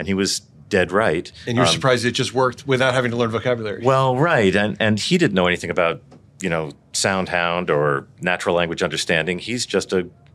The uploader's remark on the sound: Filmed live at CES2024